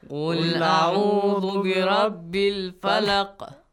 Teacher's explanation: فلق changes to سكون with a قلقلة with a bouncing sound